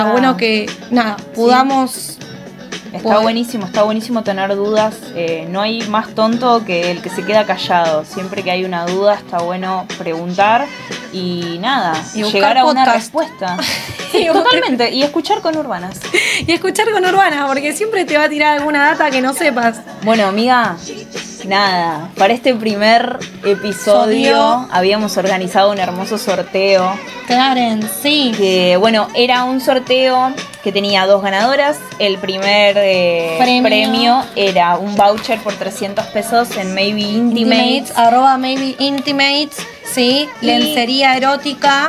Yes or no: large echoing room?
no